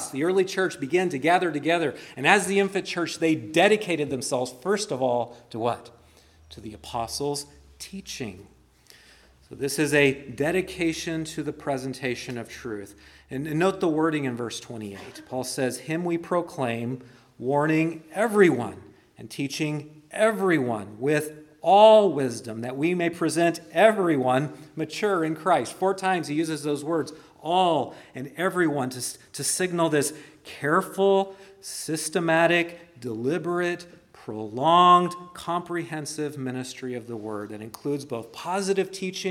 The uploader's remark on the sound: preached at Christ Our Savior Baptist Church